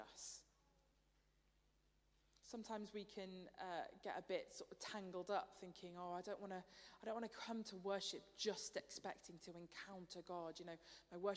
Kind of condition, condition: setting, large echoing room